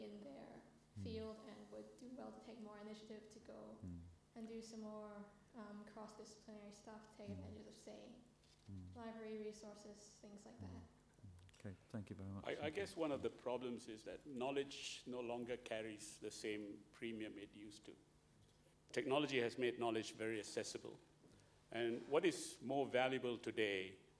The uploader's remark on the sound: Audience Q&A. A Sydney Ideas event held at the University of Sydney.